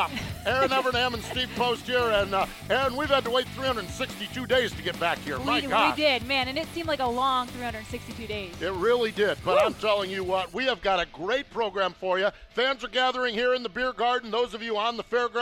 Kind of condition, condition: setting, busy venue